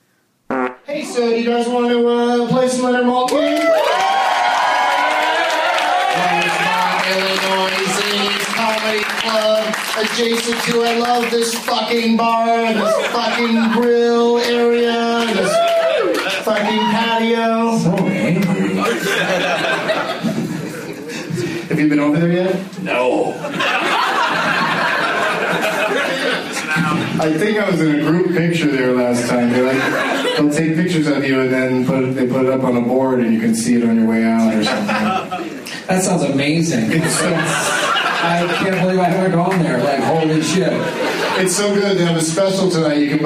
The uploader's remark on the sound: audience members at Zanies Comedy Club in Rosemont, IL